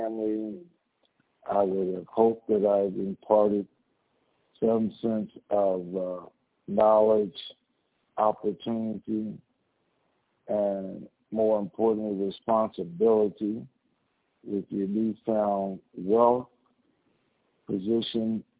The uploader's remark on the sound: TNTSuperfantastic Conference Call